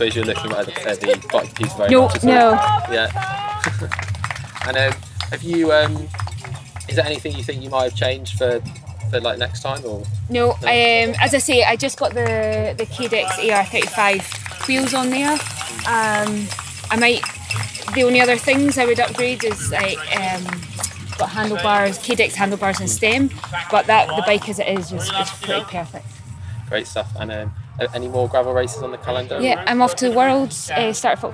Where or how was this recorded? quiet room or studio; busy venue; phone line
busy venue